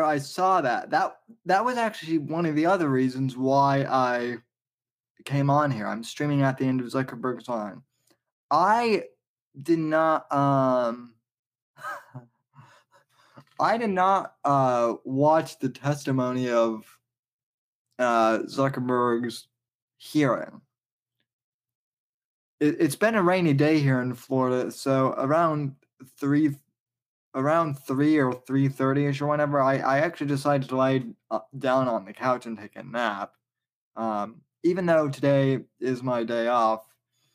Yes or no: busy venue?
no